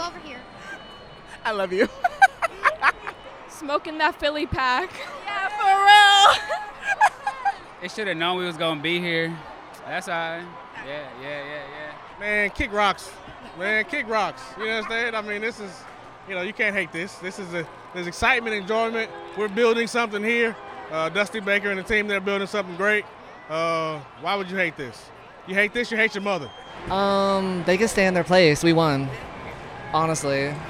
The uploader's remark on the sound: Capture the sounds Astros’ World Series championship parade. Fox 26's Live Coverage of the prade.